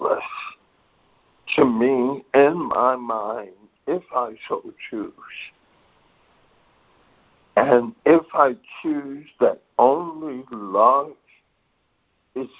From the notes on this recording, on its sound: ACIM Daily Conference Call